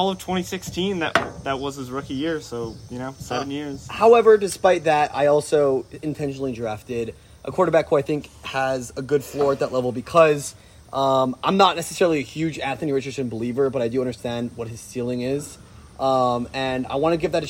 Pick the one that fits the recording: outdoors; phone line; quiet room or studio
outdoors